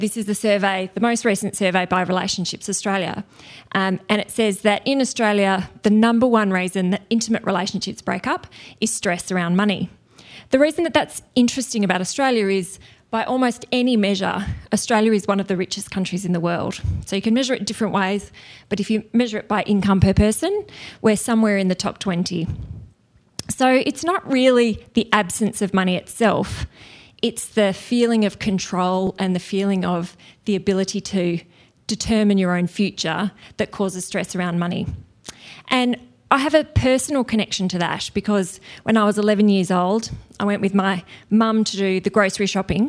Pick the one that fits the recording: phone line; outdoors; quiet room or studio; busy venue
busy venue